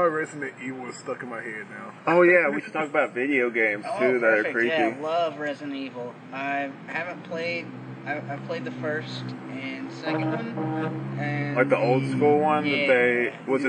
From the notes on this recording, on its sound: Sorry for the weird audio issues in this one the quality improves in later episodes!